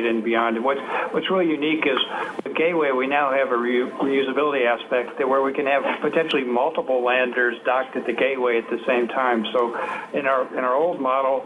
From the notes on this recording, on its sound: NASA contacted the media on short notice late in the afternoon saying a teleconference was being scheduled for the early evening